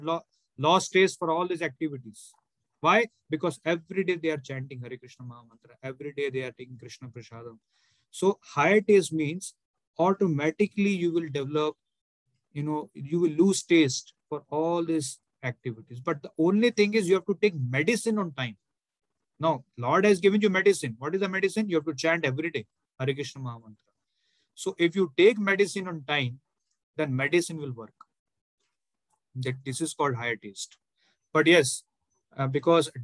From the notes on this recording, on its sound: Zoom recorded class. Hare Krishna Movement, Mumbai.